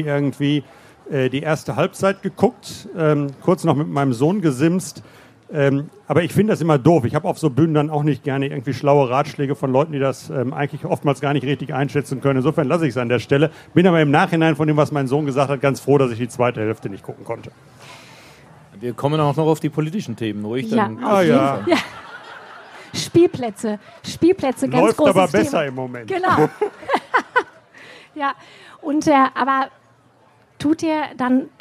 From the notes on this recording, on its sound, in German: Live vom ZFR.